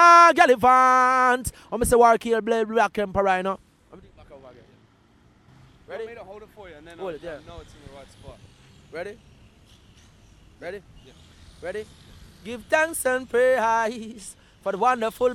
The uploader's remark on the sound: recorded at in the gardens of Devon House, in Kingston, Jamaica, 2003